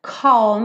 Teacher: Percebe que tem um arzinho nesse C, né?